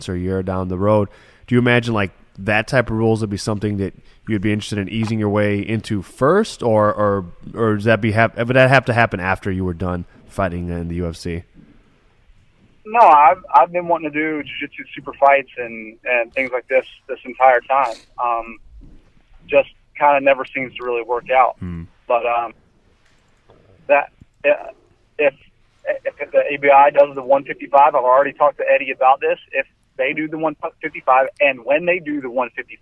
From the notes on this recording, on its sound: This week two guests call in to talk UFC.